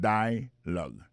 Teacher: nous a remarqué que l'accent tonique là tombé sous le premier syllabe là